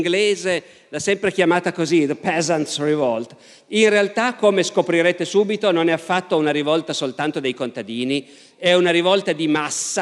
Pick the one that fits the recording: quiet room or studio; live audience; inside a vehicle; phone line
live audience